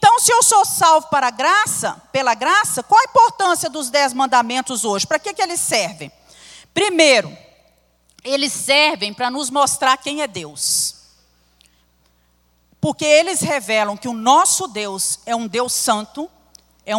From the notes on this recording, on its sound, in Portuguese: Transmissão ao vivo do Culto de Adoração ao nosso Deus, realizado na Igreja Batista Moriá.